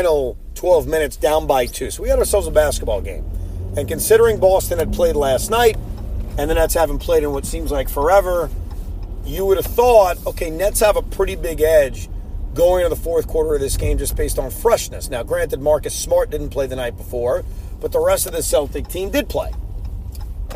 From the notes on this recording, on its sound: While driving home from Barclays Center.